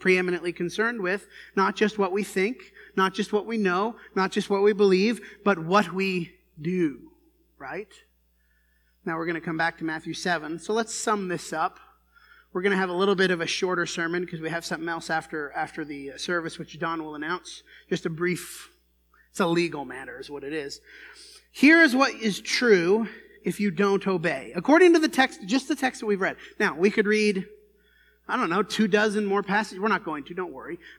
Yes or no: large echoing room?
yes